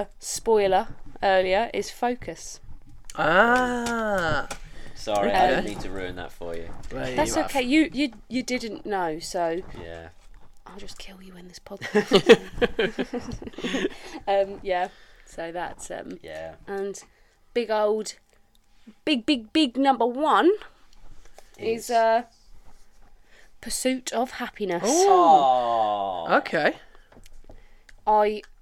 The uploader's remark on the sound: Apologies for the Mic scuffling, the culprit shall be found and vigorously told off.